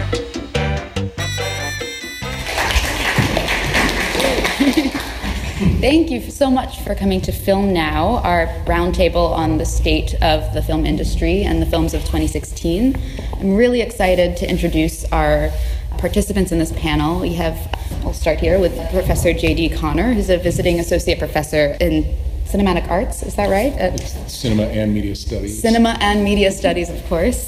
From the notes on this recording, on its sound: This week's podcast is the audio from the Film Now panel held in late 2016